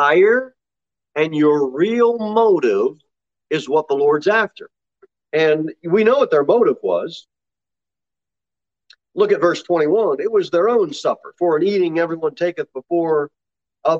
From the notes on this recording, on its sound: Sermon delivered at Pilgrim Baptist Church in Cookeville, TN.